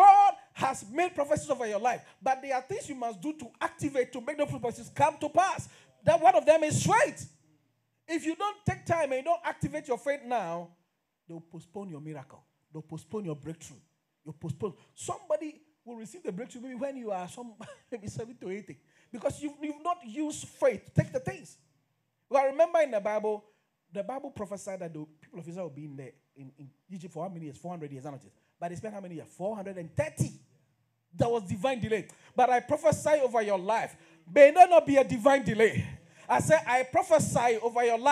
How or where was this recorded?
live audience